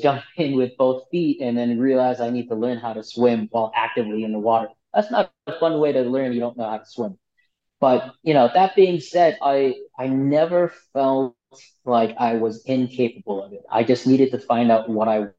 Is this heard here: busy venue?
no